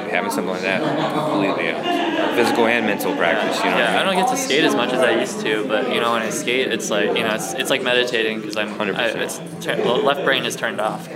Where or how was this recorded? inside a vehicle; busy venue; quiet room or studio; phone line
busy venue